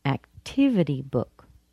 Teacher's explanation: Activity is stronger than book, but book isn't completely weak.